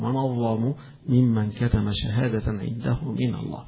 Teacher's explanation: ومن أظلم بالتفخيم باعتبار هذا الحرف المستعلي المفخم الظاء، فعند الورش أو الأزرق عن ورش يقرأه مفخم بخلف عن، ومن أظلم يقول من أظلم ممن كتم شهادة عنده من الله.